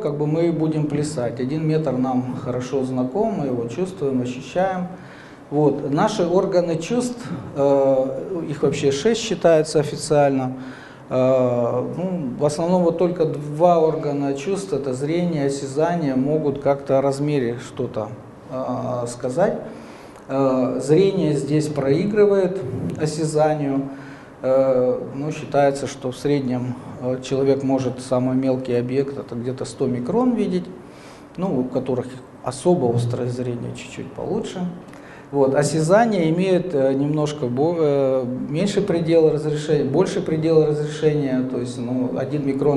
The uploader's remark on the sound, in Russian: Лекторий «Высшая лига» — цикл публичных лекций, с которыми выступают самые яркие профессора «Вышки».